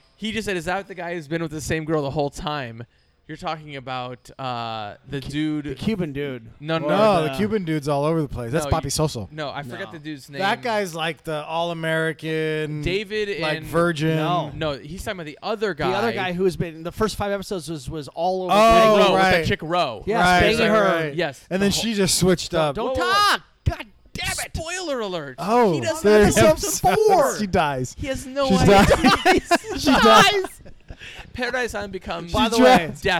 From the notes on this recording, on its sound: Live from 14 Cannons. Brewery. Losangeles.